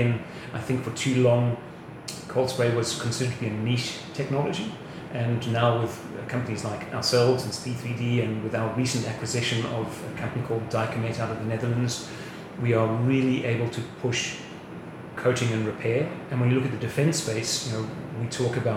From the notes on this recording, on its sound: The episode was recorded at Land Forces 2022 last week.